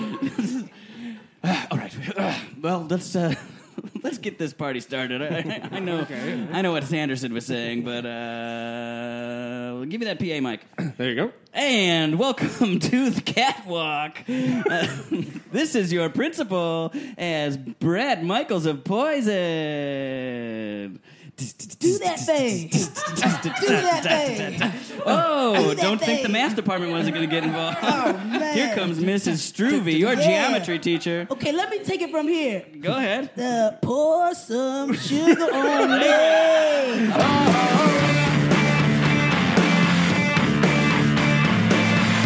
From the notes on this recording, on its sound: Recorded Live with Chinese Menu Comedy.